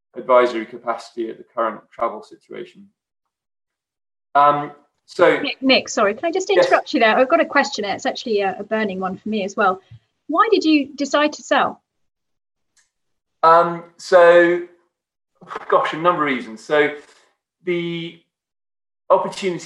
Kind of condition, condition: link, video call